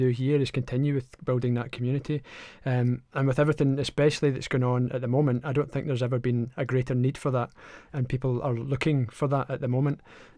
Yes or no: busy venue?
no